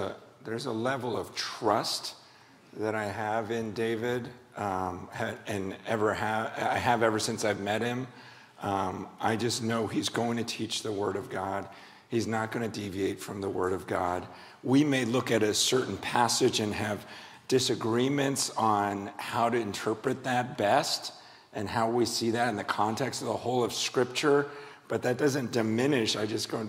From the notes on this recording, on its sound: a shared session at Biola’s yearly Missions Conference